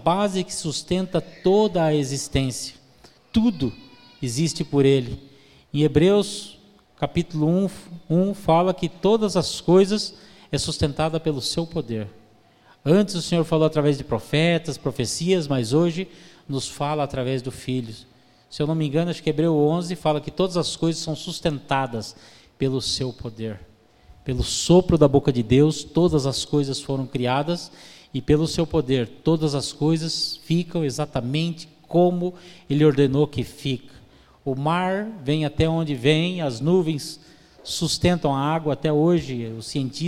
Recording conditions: large echoing room